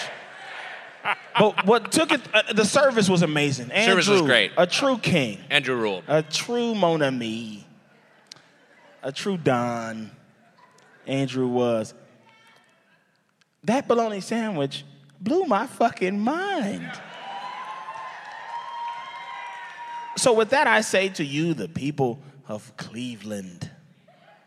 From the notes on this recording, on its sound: (LIVE). Recorded live at the Agora Theatre and Ballroom.